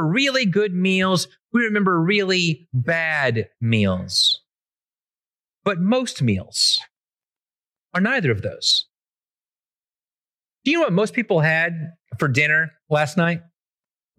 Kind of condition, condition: setting, large echoing room